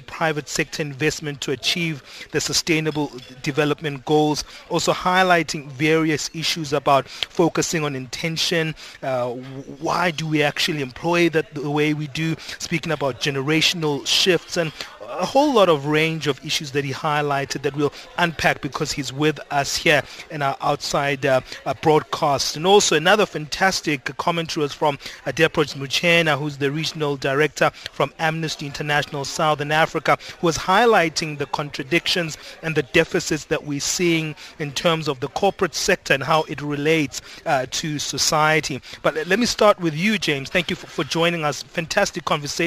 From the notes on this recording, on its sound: Africa Shared Value Summit (Outside Broadcast).